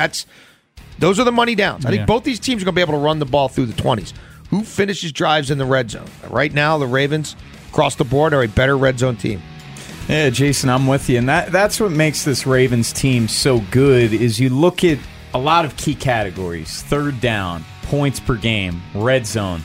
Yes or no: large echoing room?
no